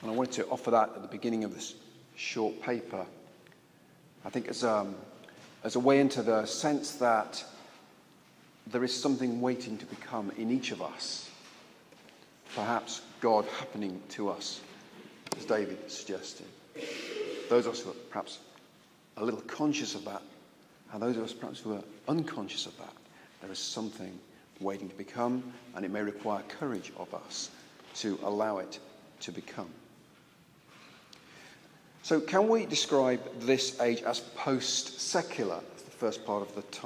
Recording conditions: large echoing room